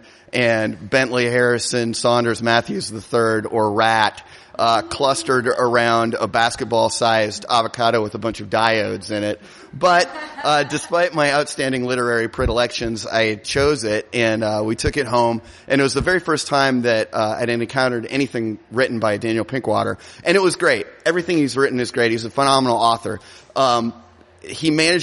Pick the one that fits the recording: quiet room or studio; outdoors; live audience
live audience